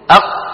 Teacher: القاف والطاء والباء والجيم والدال والهمزة، هذه الستة لا يجري معها لا نفس ولا صوت.